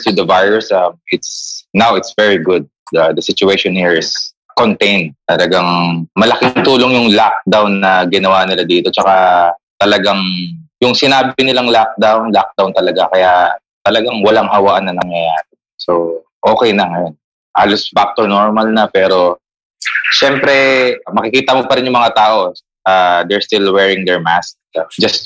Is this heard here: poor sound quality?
yes